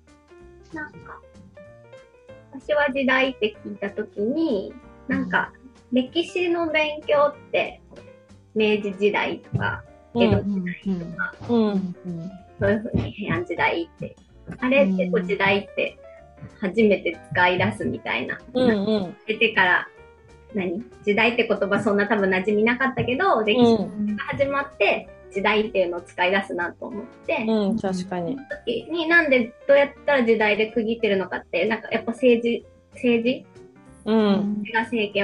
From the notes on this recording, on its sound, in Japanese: さんぽまち」メンバー限定zoom会の一部をお届けしています。